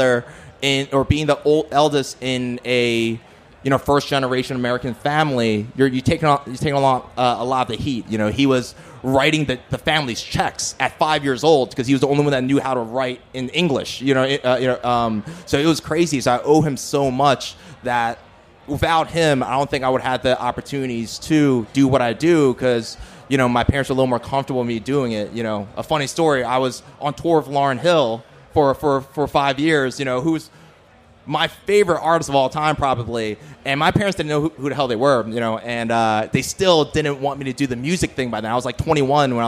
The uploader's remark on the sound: LIVE FROM OUTBREAK FEST 2022! We had these discussions in front of a live studio audience.